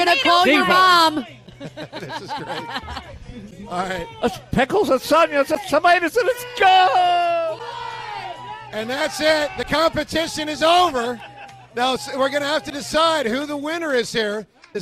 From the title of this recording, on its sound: LIVE In Sea Isle